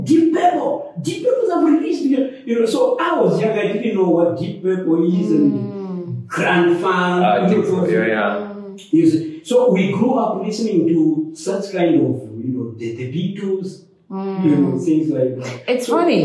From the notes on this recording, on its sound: While on the move in Johannesburg, so apologies for the boomy sound!